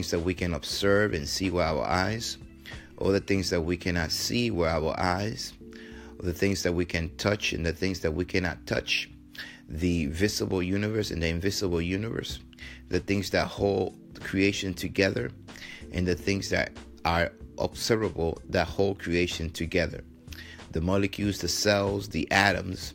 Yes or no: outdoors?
no